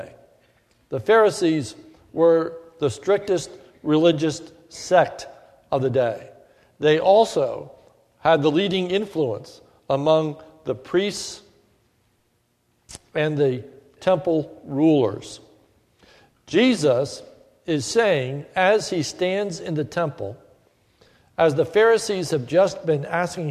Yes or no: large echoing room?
yes